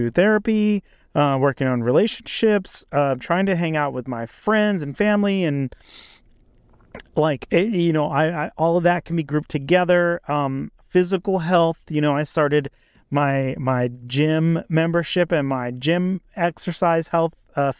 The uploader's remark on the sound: In this episode, I recorded in my car.